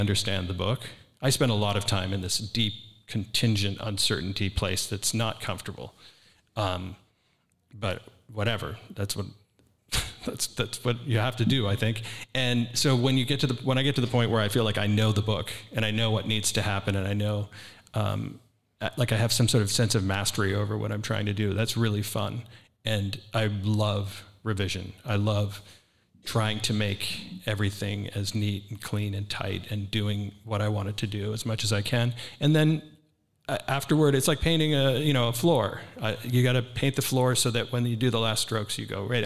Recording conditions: busy venue